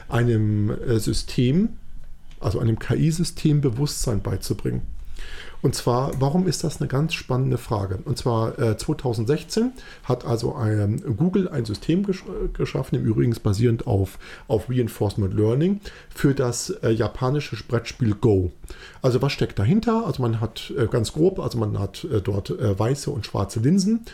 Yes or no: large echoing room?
no